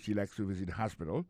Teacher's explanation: accent tombe sur premier syllabe, il y a trois syllabes